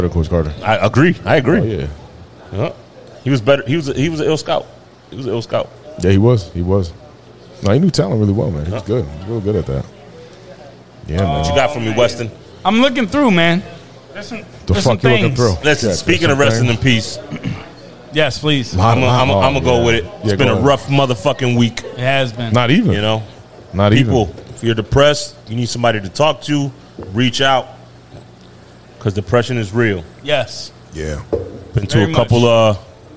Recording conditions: live audience